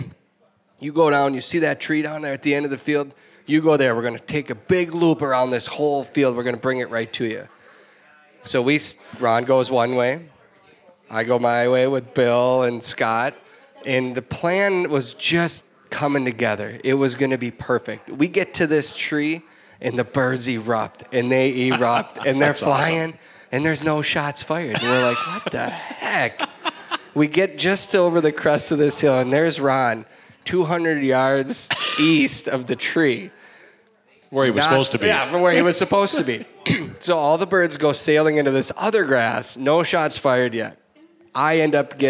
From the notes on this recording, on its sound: LIVE With our Listeners. Host another LIVE podcast at Bear Cave Brewing.